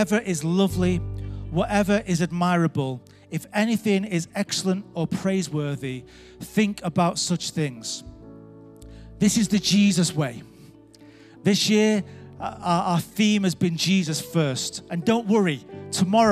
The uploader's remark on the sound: Recorded live at Life Church